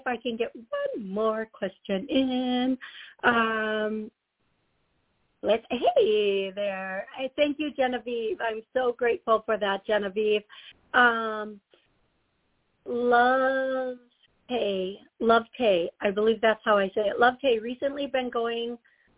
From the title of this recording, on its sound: Taking callers Live